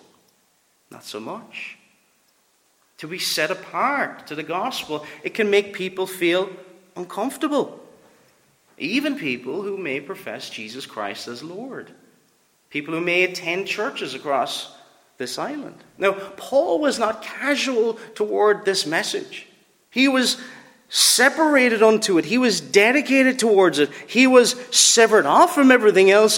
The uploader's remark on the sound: Preached at Ballylane Reformed Presbyterian Church